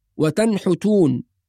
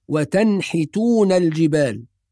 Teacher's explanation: والصواب أن التاء مفتوحة والحاء مكسورة · Shown in: second take